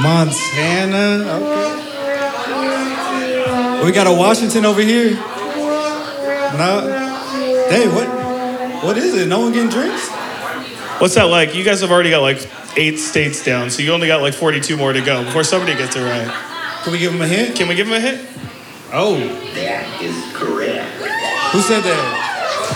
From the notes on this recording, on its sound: we made our way down to the Valley in Tacoma for our first ever live podcast